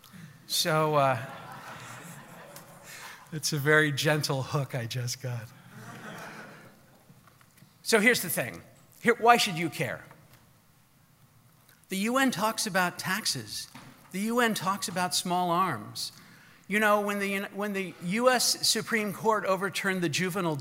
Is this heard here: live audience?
yes